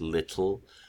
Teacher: There is a finer distinction in the way that you just said little, because that was devoiced in that moment. The devoicing, the aspiration inherent in the T was coming out through the lateral release.